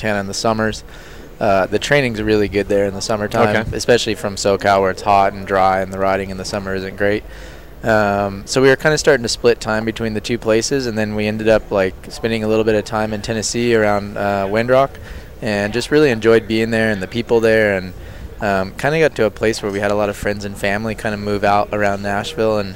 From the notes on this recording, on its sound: out at the US Open in Killington, VT.